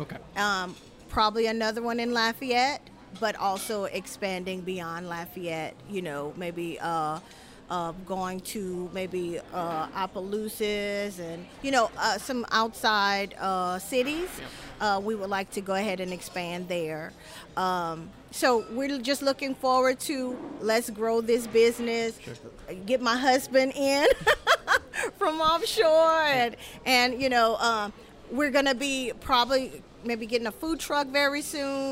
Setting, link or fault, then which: setting, busy venue